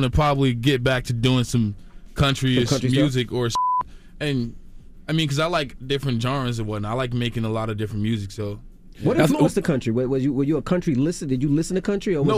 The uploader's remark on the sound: we opened up the phone lines